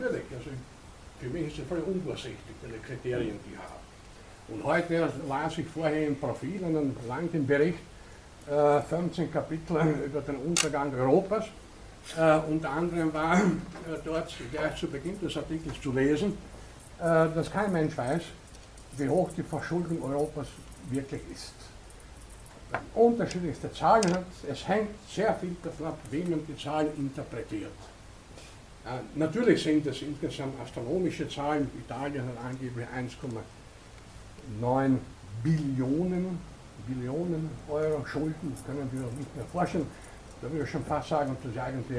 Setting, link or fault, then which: setting, large echoing room